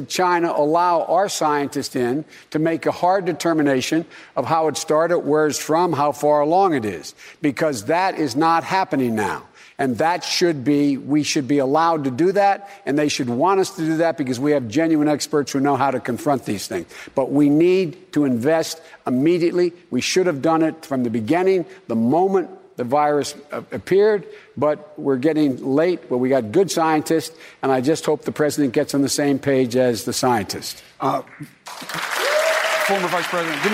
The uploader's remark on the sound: during a live town hall